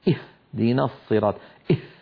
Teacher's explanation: فعلينا أن ننتبه إلى ذلك، كأن يقول الواحد اهدنا الصراط اه، فيكون قد باعد بين الوترين الصوتيين جدا، مما أدى إلى تدفق زائد عن الحد المطلوب في الهاء، ولم يخرج هاء تعب، ولم يخرج هاء.